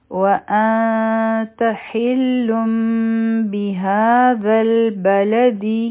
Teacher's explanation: دا واو د پاره به شونډې ګول کړو · دا ح د حلق نه به وایو